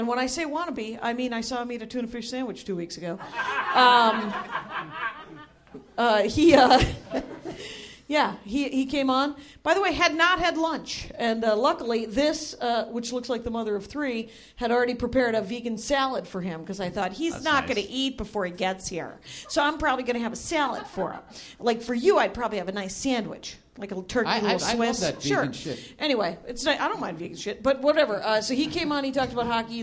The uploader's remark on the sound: All Things Comedy Live Podcast. At Nerdmelt 7522 Sunset Blvd. Los Angeles, CA.